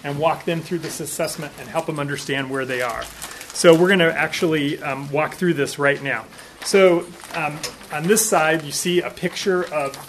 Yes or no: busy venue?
yes